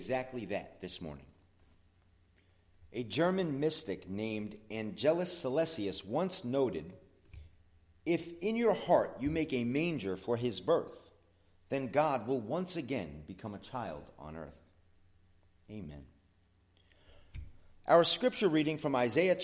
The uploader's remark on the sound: Sermon at the Blue Point Bible Church